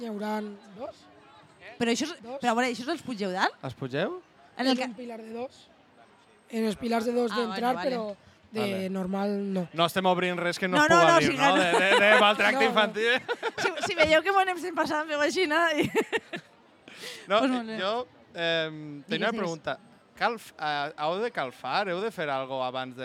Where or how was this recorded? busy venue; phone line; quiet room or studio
busy venue